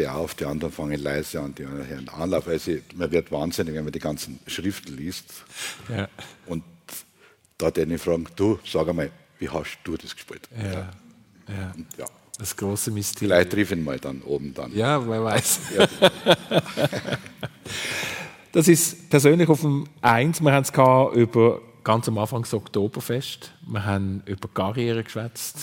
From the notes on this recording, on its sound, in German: live aus der Lokremise in St.